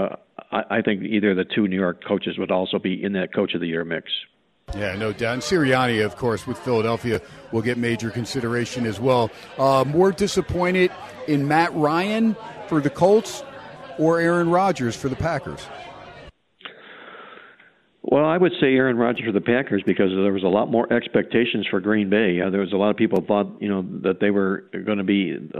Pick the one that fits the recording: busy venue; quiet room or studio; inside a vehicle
busy venue